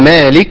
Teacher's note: ده مد طبيعي حركتين ما المفروض ما يزيدش عن كده